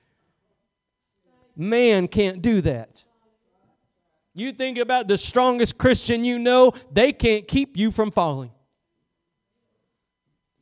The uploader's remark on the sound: Preached at Gospel Lighthouse in Bossier City, La.